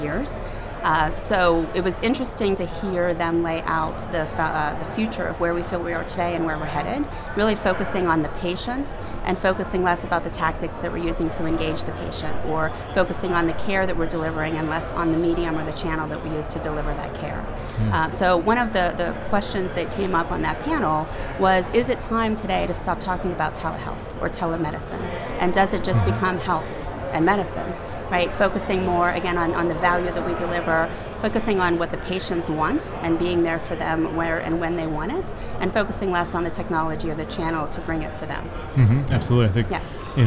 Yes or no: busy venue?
yes